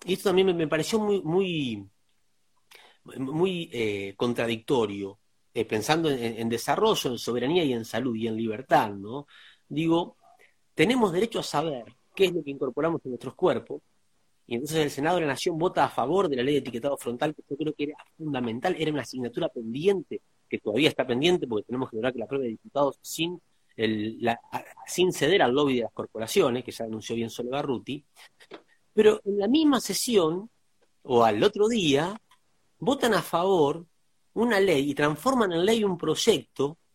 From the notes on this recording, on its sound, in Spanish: charla en vivo por Instagram